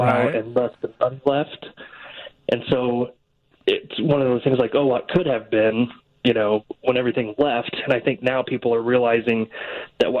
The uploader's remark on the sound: joins the conversation over the phone